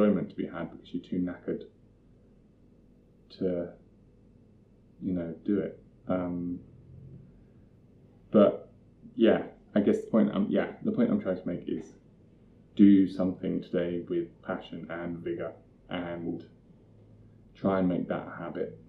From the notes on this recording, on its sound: I apologise for the audio, it was recorded before I knew how to manage proper audio.